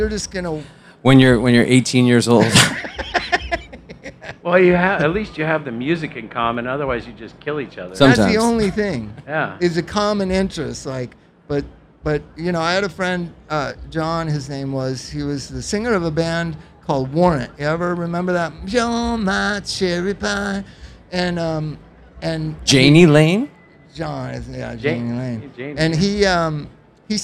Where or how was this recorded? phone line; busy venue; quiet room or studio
busy venue